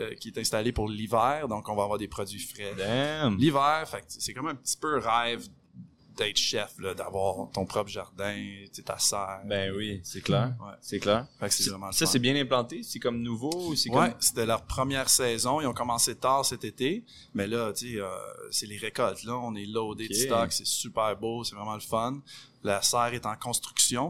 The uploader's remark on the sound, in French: Est au Pop Up des Fermes et Restos. Les épisodes ont été enregistrés en direct pour vous faire revivre cette belle journée.